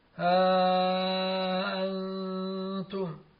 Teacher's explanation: ومد الروم في نحو ها أنتم، لأنهم يرومون الهمزة من أنتم ولا يحققونها ولا يتركونها أصلا ولا يلينونها ويشيرون إليها، وهذا على مذهب من لا يهمز ها أنتم، وقدره ألف ونصف.